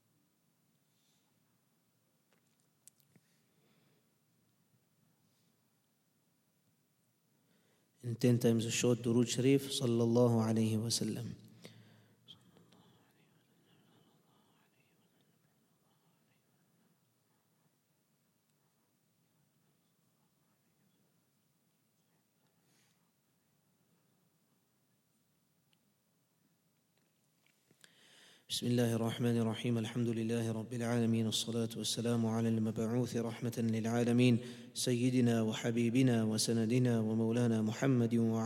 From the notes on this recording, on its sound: at the Houghton Masjid (West Street)